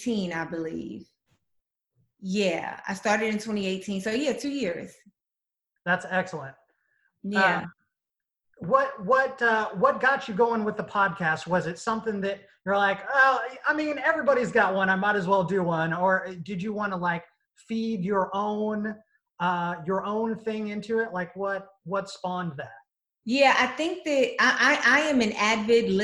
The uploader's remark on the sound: Recorded via Zoom